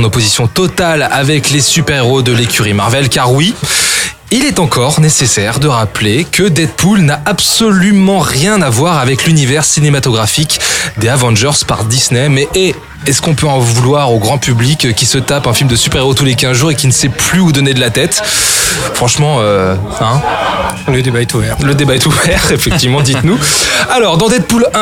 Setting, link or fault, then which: setting, busy venue